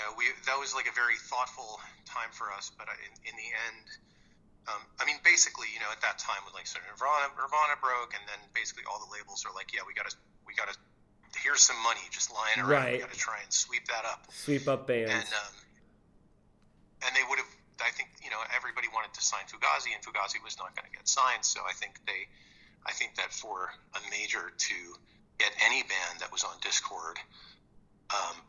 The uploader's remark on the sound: We spend an hour on the phone.